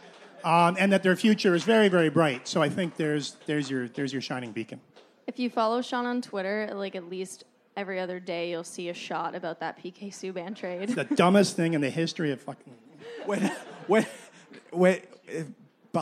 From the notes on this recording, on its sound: at Puck Talks Festival.